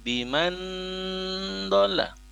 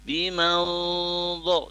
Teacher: ini tebalnya mutlak ya jadi pada saat ya di apa namanya nun sukun atau nun tanwin nanti bertemu dengan huruf dhad ini ya lafaz gunnatul ikhfa-nya tebal · Shown in: second take